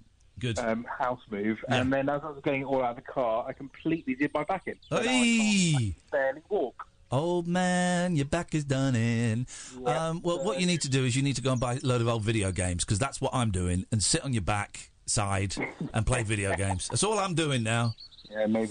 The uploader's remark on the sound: The show comes live from the countryside